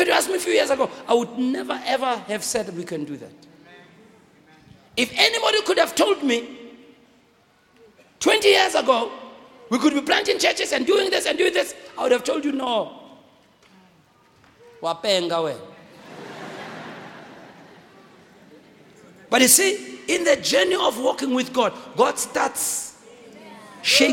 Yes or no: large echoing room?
yes